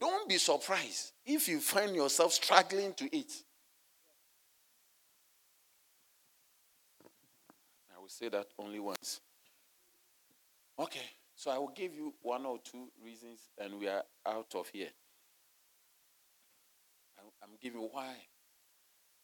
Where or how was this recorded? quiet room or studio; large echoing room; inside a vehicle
large echoing room